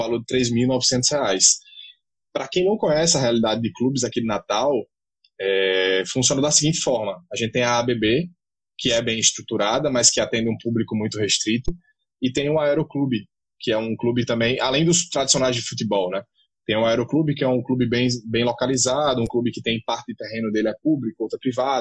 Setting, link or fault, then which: link, video call